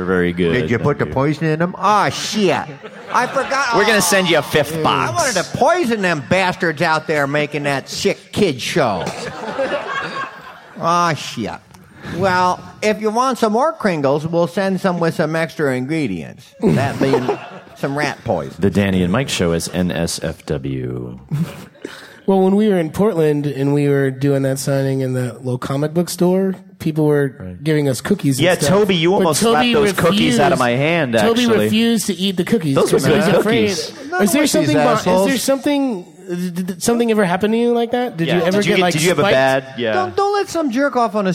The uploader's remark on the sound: For their first ever LIVE podcast. Visit Stan Lee's Comikaze in LA.